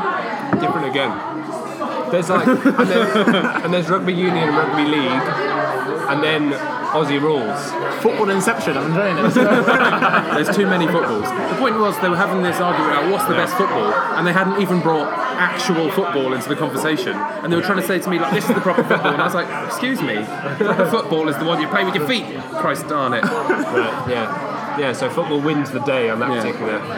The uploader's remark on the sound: Sorry about the sound quality in the pub.